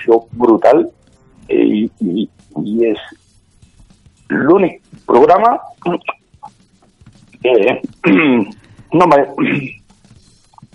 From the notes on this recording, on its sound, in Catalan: Rebem trucada en directe del club ASR Clàssics. Que es troba de ruta amb els 600.